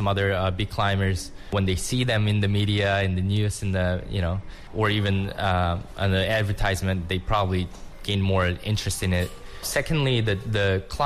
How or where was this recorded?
busy venue